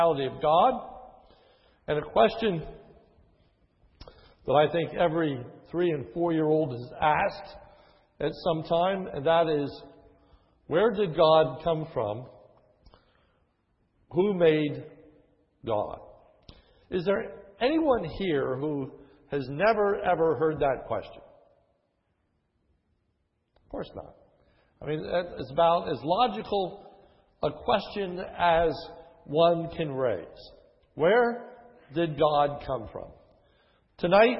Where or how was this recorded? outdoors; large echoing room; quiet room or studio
large echoing room